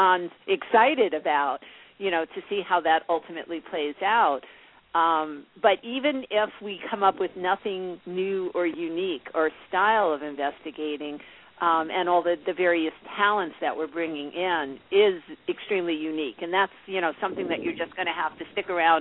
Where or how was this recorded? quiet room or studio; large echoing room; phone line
phone line